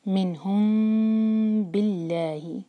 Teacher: میم empty ہے، اس کے بعد با آ رہا ہے، تو ہم اس میم کو ہولڈ کریں گے اور ہونٹوں کو کس کے دبا کر نہیں پڑیں گے · لام جلال لائٹ، کیونکہ اللہ تعالیٰ کے نام سے پہلے کسرہ ہے، باللہ والیوم الآخر، یو پر مدلین، کلیئر، سافٹ پڑھنا ہے، · Term: اخفاء شفوی